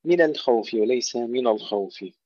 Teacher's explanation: كثير من الإخوة يفخمون اللام هنا لمجاورة الخاء